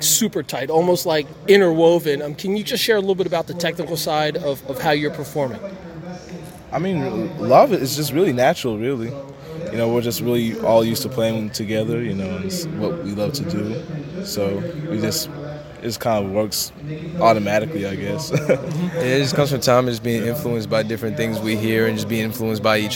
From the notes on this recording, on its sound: On location. During Musickfest 2018 in Bethlehem PA.